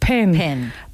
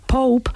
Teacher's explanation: vemos que además de cerrar los labios, ellos hacen una pequeña explosión de aire. Esa es una diferencia en la pronunciación de la P entre los anglohablantes y los hispanohablantes.